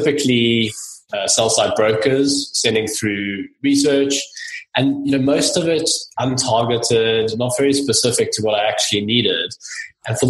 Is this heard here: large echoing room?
no